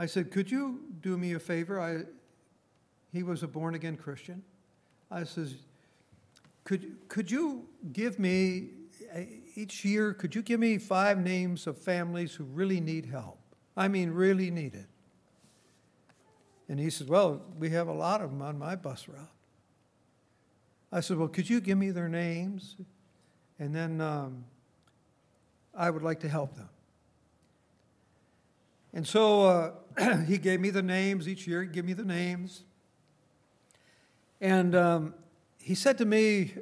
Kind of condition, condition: setting, large echoing room